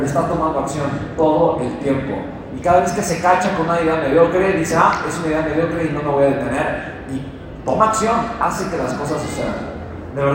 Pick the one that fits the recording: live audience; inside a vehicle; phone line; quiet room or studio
live audience